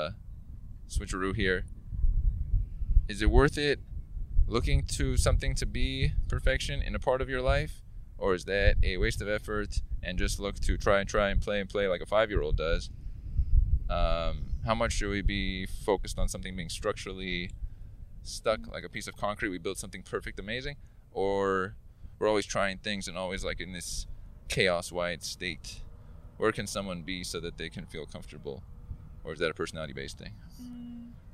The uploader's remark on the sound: We have a discussion live with the backdrop of the beach sands in place. We spoke here on Playa Del Rey Beach.